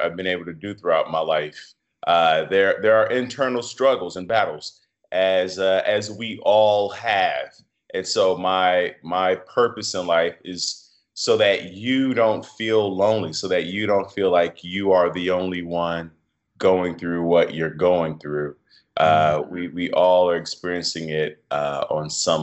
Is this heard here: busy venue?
no